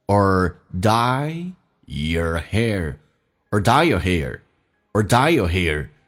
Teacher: Or 不被强调，可以弱化成一个发音叫 er,your 不被强调，也可以弱化成也，加个儿化音叫 your,所以变成 or dye your hair, or dye your hair, or